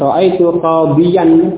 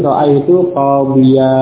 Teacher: ketika dibaca dengan waqaf, tanwinnya tersebut hilang dan digantikan oleh alif yang sesudah huruf ya · Shown in: second take